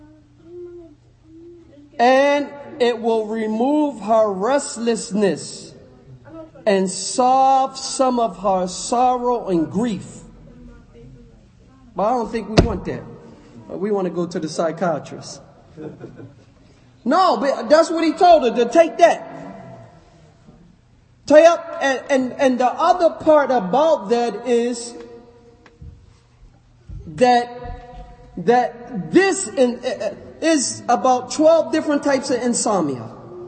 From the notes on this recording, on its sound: Lecture given at Masjid Nur Allah, Queens, NY